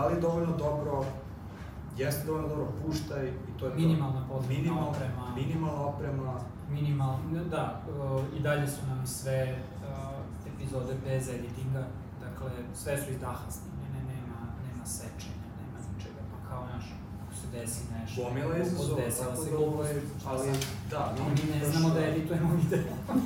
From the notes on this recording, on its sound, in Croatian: Panel diskusija u Sarajevu. Kompaniji Hulksapps u čijem smo prostoru bili i svima u publici. Audio oprema nam je zakazala u sred govorancije, tako da je zvučni zapis sa kamere.